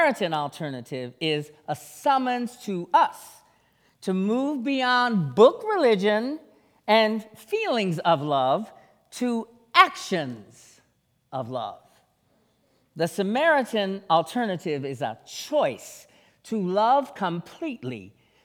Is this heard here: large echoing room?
yes